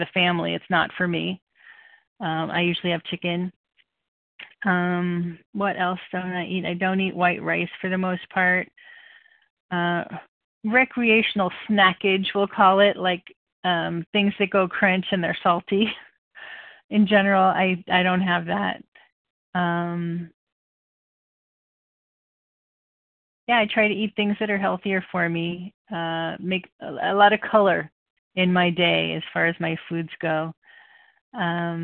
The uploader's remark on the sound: From the 100 Pounders Phone Meeting.